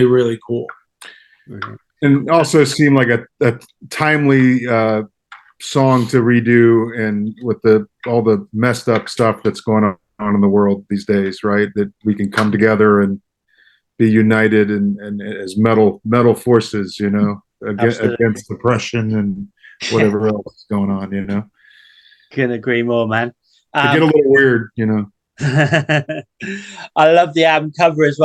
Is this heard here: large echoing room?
no